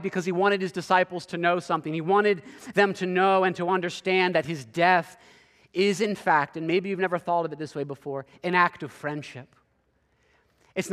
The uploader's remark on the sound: preached this sermon at Covenant Fellowship Church on August 27, 2023.